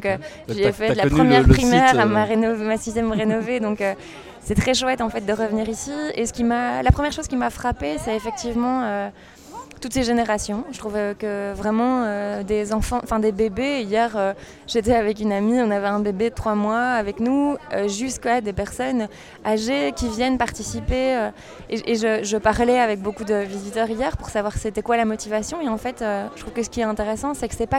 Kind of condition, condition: setting, busy venue